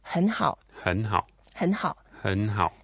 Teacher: And then, of course, you probably already remember when you put two words using third tones together, you actually make the first one slightly mild. So it will sound slightly like a second tone. Okay. You tone down a little bit.